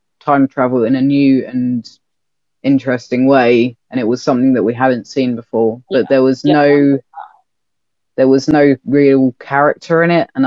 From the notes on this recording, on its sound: This episode was recorded over zoom, so the audio might not be great.